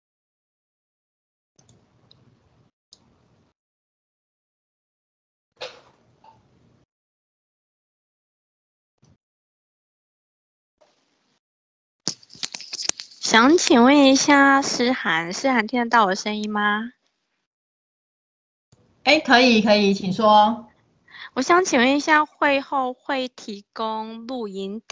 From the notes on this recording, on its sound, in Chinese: 此為線上課程錄音檔